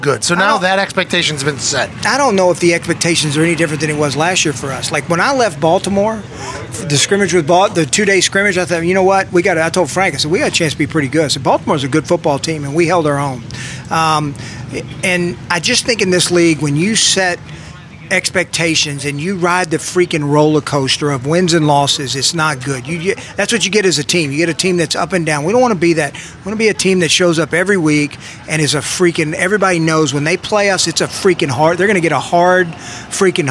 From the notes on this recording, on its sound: LIVE from Colts/Browns Training Camp. LIVE from Colts training camp as they welcome in the Cleveland Browns for a joint practice.